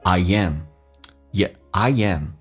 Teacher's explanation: 10 years later 十年后 I am longing to return my drifting heart home.我们来看一下 later 美式发音替发 D 这个发音，两个元音中间所加的辅音要被浊化，同时有轻度卷舌 later later. I amI 跟 am 元音跟元音之间连音，不是加我就是加也